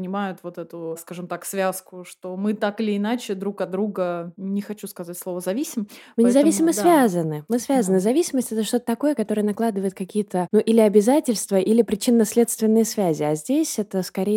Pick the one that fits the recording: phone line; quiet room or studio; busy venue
quiet room or studio